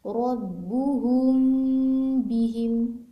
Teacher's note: تو پھر ہم میم کی آواز کو چھپاتے ہیں، اخفاء کرتے ہیں. اس کی مثال کس طرح کہ جیسے ربہم بہم، یہ قرآن میں آتا ہے، تو ربہم اور بہم میم ساکن ربہم میں موجود ہے.